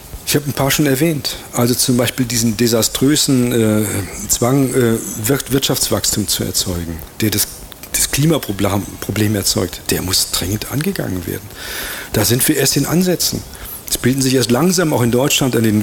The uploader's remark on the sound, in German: Live auf dem Allerweltsfest in Ulm. Radio free FM hat den Vortrag übertragen.